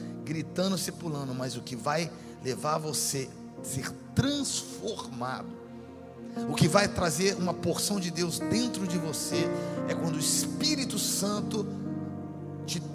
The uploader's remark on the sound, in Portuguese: A Refúgio Summit Conference aconteceu no dia 30/09/2023 na nossa Igreja.